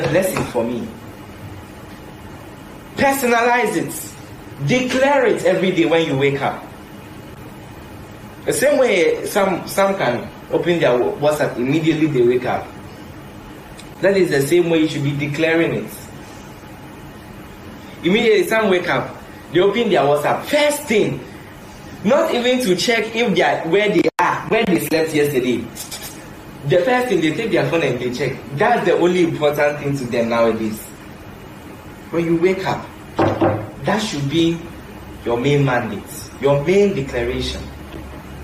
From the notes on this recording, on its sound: Preached at The Midweek Service, LIVE at the Love Arena Church, Accra - Ghana.